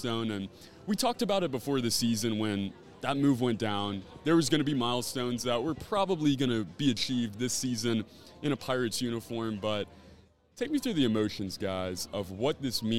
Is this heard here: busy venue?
yes